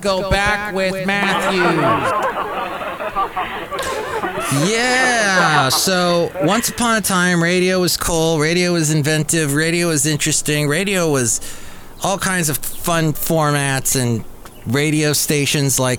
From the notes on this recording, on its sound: podcasts live from Café Anyway